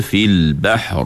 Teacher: Kita baca fil bahr, ra tu tebal. Sebab ra tu mati.